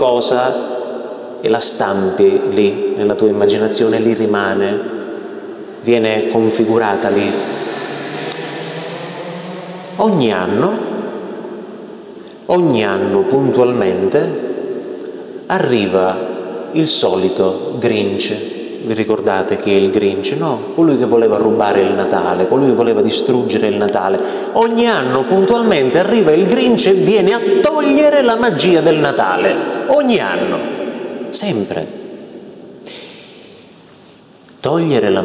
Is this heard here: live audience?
yes